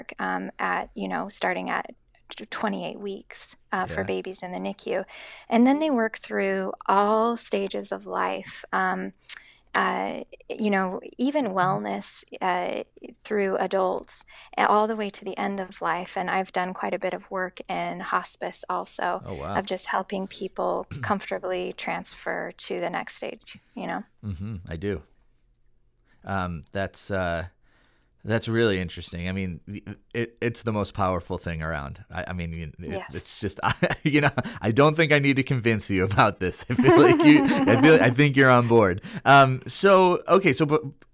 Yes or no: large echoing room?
no